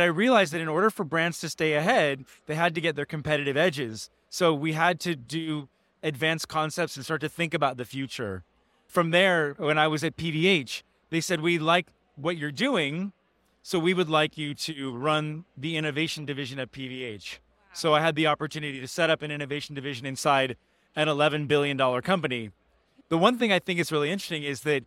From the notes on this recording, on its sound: live on the show floor at The Lead Innovation Summit 2023